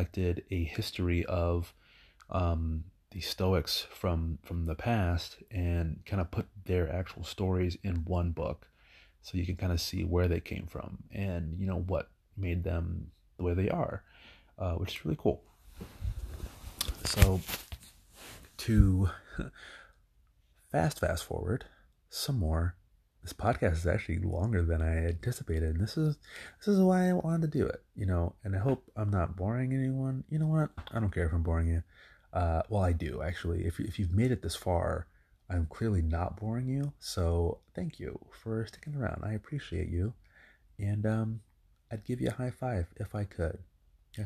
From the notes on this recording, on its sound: This is all experimental and probably just from my phone for a while so nothing fancy for a while. Just my voice until I find my flow.